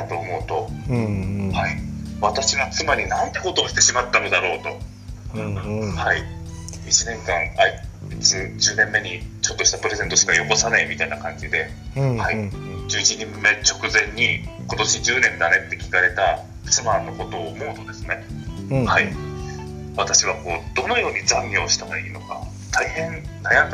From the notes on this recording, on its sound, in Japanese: クラブハウスの布教活動の様子。クラブハウスでみんなの同意を得て収録しました！